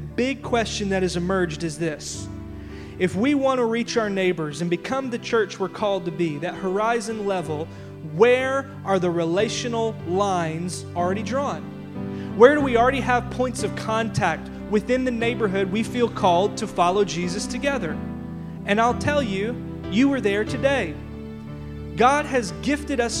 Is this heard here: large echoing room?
yes